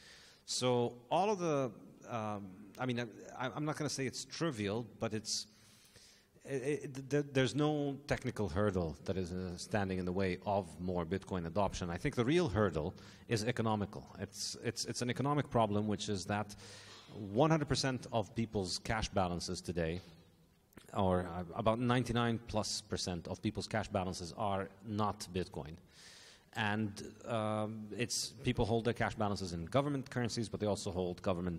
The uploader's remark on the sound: This panel discussion is from the 2021 Annual Meeting of the Property and Freedom Society. Discussion, Q&A.